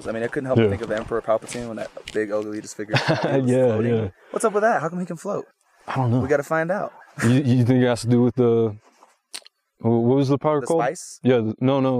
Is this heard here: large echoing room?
no